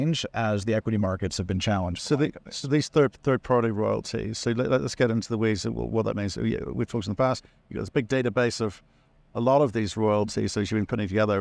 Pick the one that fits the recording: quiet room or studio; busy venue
busy venue